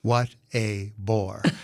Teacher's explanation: It's a stressed syllable followed by an unstressed and a stressed. · Term: cretic